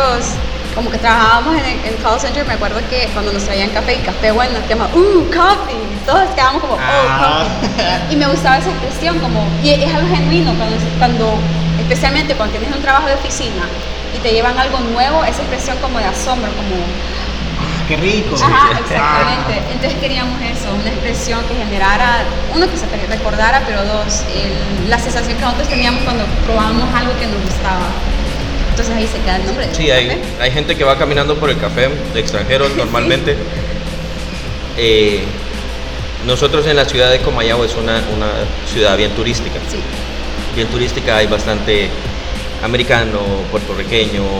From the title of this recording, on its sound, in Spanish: Oh! Café en el Festival Centroamérica de Café.